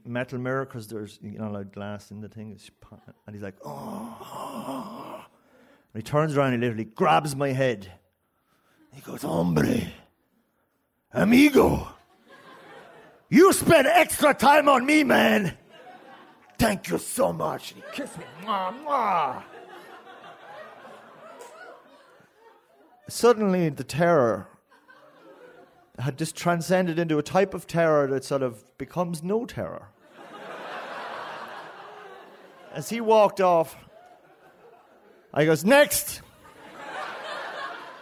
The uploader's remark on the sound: Three stories recorded live at our monthly Story Slam.